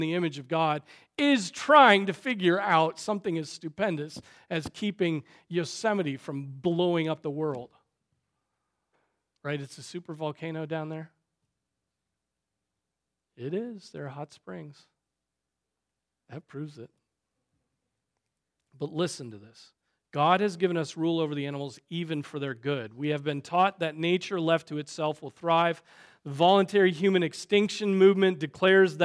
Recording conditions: large echoing room